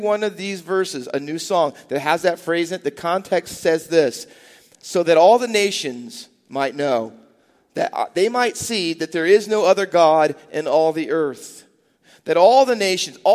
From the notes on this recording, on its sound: Faith Baptist Church in Hamilton, NJ.